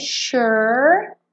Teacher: você enrola a língua no R